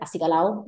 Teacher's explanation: this would be acicalado, acicalada, but the D is dropped. So instead it sounds like acicalao masculine, acicalá feminine.